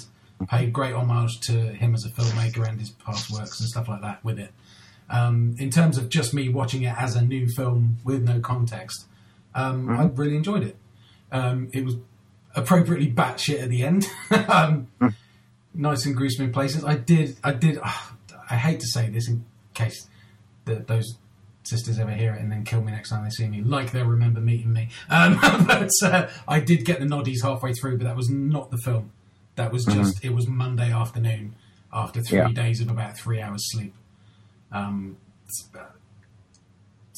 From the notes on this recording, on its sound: Apologies for the shit audio